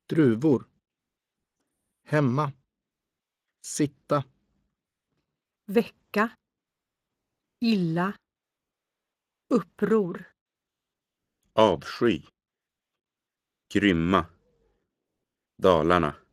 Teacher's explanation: with a rising intonation on the second unstressed syllable · Term: Accent 2